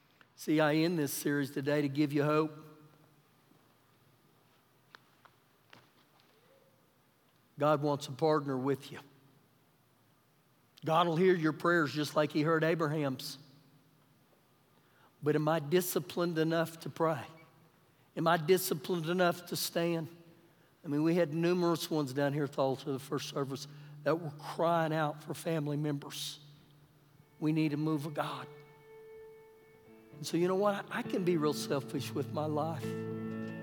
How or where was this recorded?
large echoing room